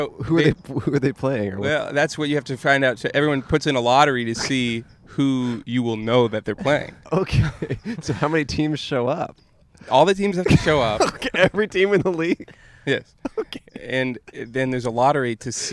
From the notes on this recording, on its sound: Outside A Car Dealership. Recorded outside a Nissan dealership in Los Angeles, before the pandemic.